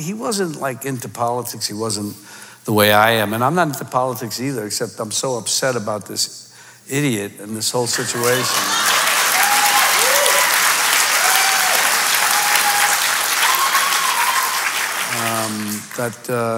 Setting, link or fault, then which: setting, live audience